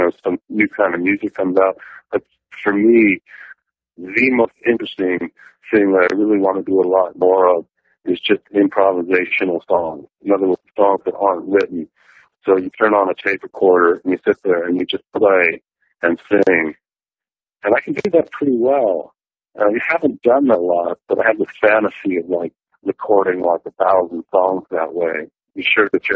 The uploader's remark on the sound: It’s got that kind of “telephone” sound to it, but you’ll be able to understand.